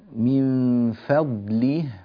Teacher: فضله الفاء مرققة، لا تقل من فضله فا فا فا فا، رقق الفاء، خصوصا أنها جاء بعدها حرف الضاد، فا فتحتاج إلى مزيد عناية.